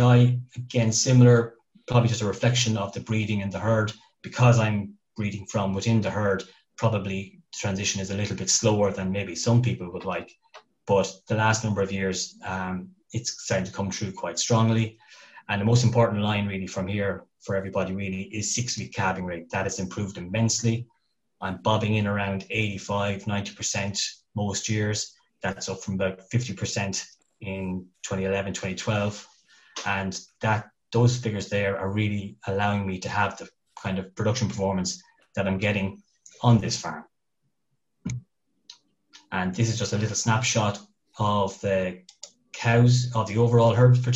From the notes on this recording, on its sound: Teagasc is running a weekly Let's Talk Dairy webinar series which is also being made available as a bonus podcast episode. In this webinar, as part of the Once-A-Day Conference.